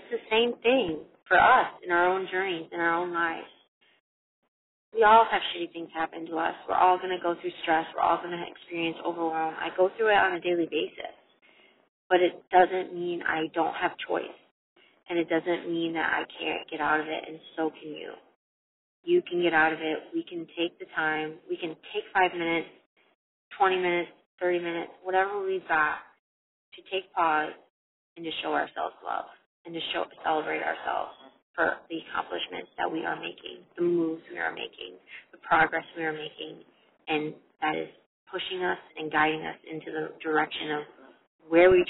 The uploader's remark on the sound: Recorded for you this short and sweet and imperfect episode in my car